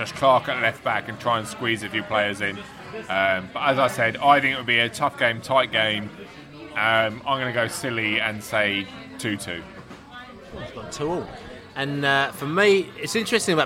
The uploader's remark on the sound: Cardiff-City pre-match podcast from the pub.